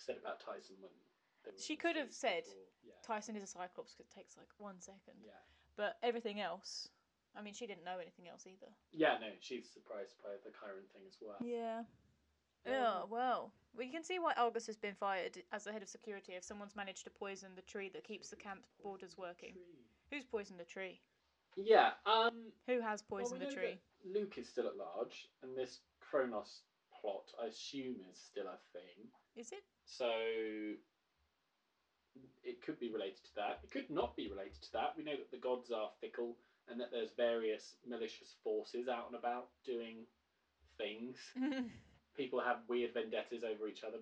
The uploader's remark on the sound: Apologies for the audio quality of this episode. Recording corrupted so we've done our best to salvage it.